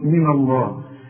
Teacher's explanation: ما هو اصل لفظ الجلالة مفخم، فاحنا مش عايزين نفخم الغنة دي، النون دي مش عايزين نفخمها.